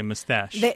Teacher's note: It's much more common to hear mustache with the emphasis on the second syllable.